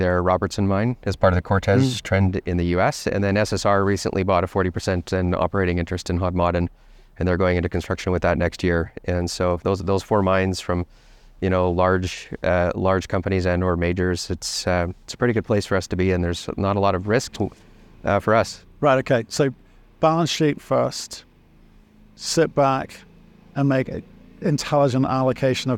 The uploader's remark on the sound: in an interview at the Denver Gold Forum conference